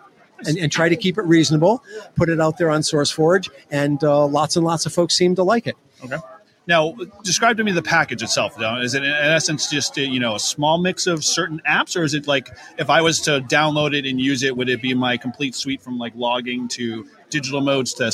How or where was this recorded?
busy venue